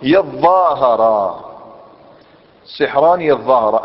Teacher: يظاهر بمعنى يتظاهر، ادغمت التاء في الظاء